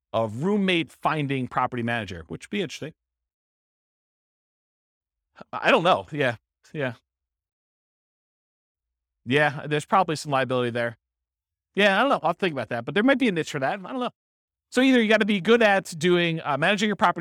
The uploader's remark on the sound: This was a live class recorded